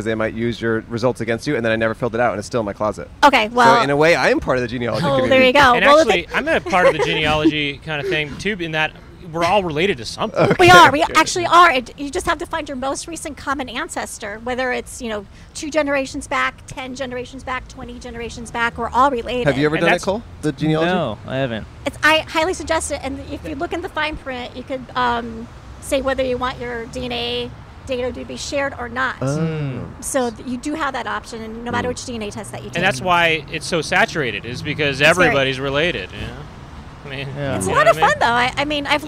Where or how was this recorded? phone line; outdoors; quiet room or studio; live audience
outdoors